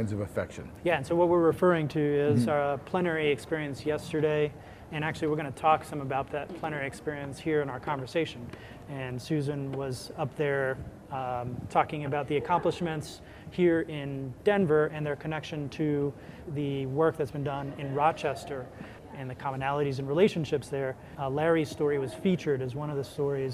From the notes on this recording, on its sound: The CFHA Podcast team, live from the 2019 CFHA conference in Denver, CO!